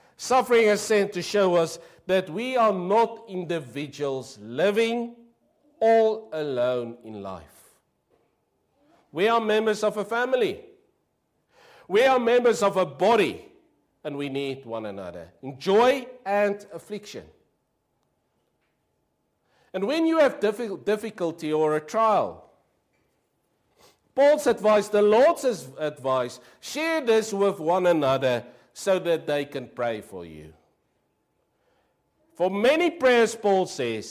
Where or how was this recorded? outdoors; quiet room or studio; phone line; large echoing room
large echoing room